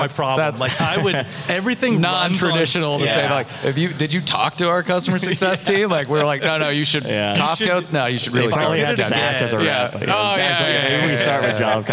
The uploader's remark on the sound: Live from Buildertrend University